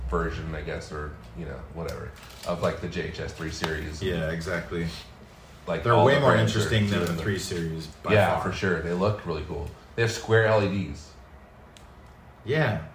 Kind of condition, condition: fault, background noise